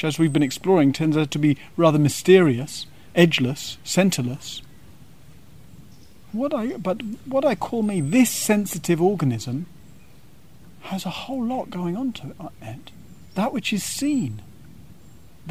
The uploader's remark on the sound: (Gaia House) This talk was given on the Summer solstice, and the teachings were held outside under the large Plane tree in the Gaia House gardens.